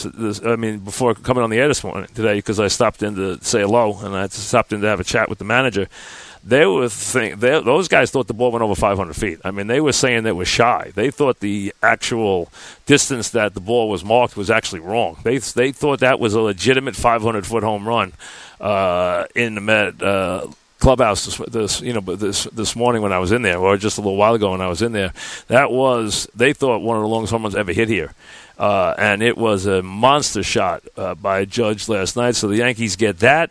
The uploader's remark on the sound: Live from Citi Field once again as we wrap up the 2017 Subway Series.